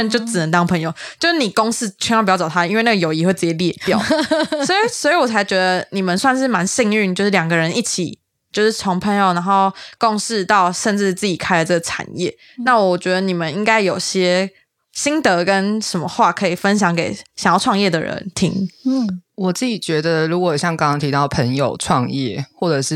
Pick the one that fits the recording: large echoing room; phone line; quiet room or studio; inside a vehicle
quiet room or studio